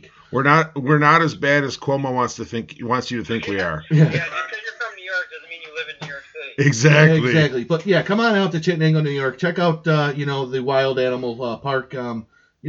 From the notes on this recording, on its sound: talk with us via telephone